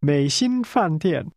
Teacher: 美心饭店在哪儿？美心饭店。美心。心。美心。美心饭店。 That's a falling, rising tone, a high-level tone, and two falling tones